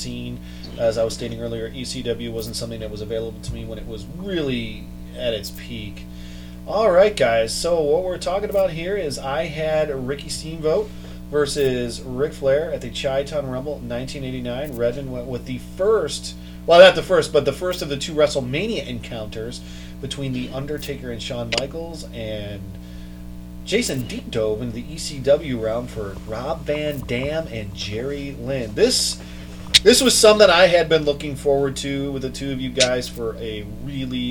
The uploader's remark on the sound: We are still adjusting to the new normal around the Panel Scanners Offices (remote productions are causing some difficulties).